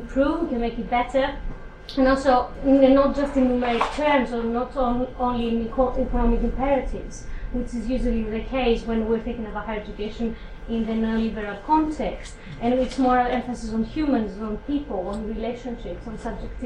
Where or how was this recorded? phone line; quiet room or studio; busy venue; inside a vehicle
busy venue